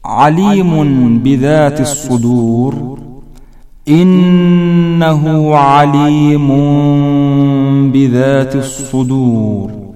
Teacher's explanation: أن ننطق بالغنة المتولدة عن الميم في آخر الكلمة بمقدار حركتين، ونخرج معها من الأنف ميما مخففة وننتهي منها، أي الميم، بإطباق الشفتين ثم انفراجهما بالنطق بحرف الباء، · ويجب عدم المبالغة في النطق بحرف الميم لأن حكمها الإخفاء، ويتحقق هذا بعدم إطباق الشفتين أثناء النطق، بحيث نستطيع أن ندخل ورقة بين الشفتين ونحركها بين الشفتين · Term: الإقلاب